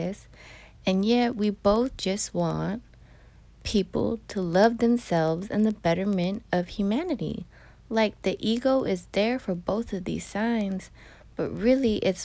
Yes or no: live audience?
no